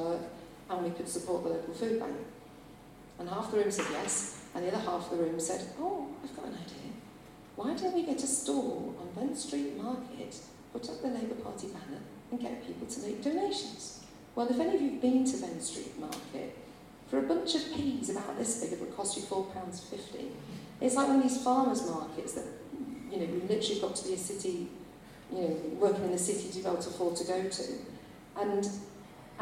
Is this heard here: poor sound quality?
yes